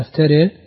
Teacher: قرأتها لحمزة فأشبعت المدود على إمالة الراء والألف بعدها